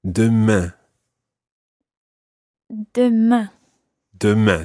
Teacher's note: it's really important that you try to get that nasal sound at the end of demain